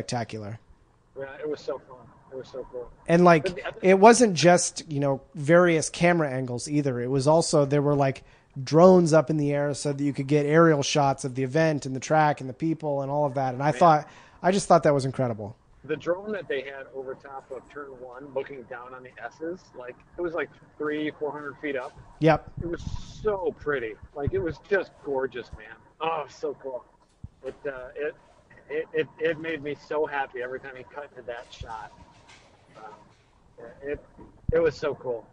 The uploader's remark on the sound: Stuck in traffic in Detroit on his way back from a racetrack. Test a new recording method and its not terrible.